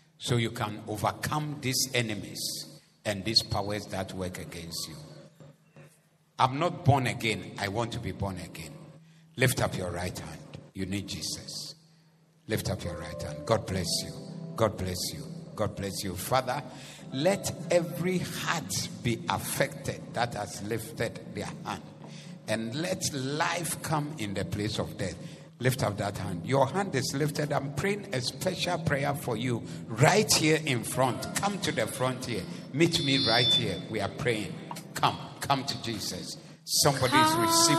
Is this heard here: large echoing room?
yes